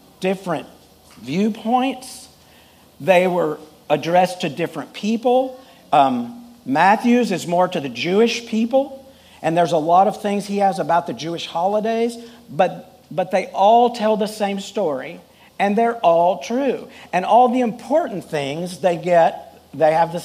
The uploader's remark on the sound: Full Sunday Service